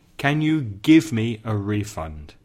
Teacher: Give someone a refund, the stress is on the first syllable.